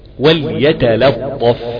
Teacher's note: احنا عارفين ان الطاء هي المفخمة الوحيدة في الكلمة، فلابد وان ابين ترقيق كل حرف من تفخيم.